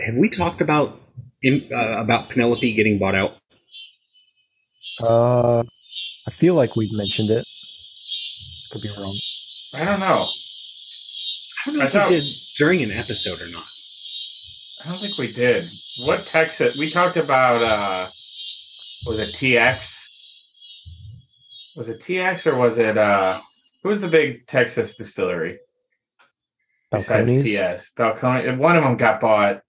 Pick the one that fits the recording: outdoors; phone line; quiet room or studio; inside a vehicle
outdoors